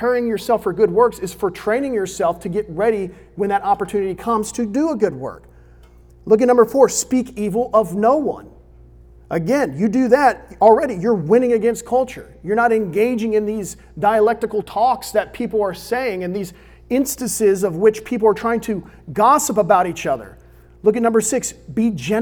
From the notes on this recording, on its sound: recorded on May 10, 2022 at Olive Baptist Church in the young adult ministry Crossroads.